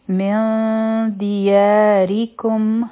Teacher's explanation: اوله دی من، میم او نون به یوځی شي. مخکې چونکه دال دی نو دلته به مونږ اخفا کوو، دوه سیکنډه وخت به ورکو او بیا به دال ادا کړو. من دیاریکم، یا حرفی مد دی، دوه حرکا به را کاږو، ځکه چې د یا نه پس دی خالی الف دی او را چې ده نو د هغې د لاندې کسره ده او بیا دی کوم.